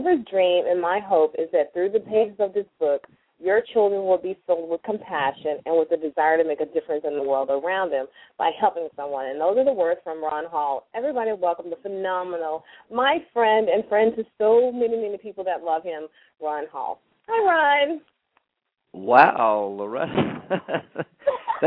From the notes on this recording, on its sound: LML uses a progressive live call in format.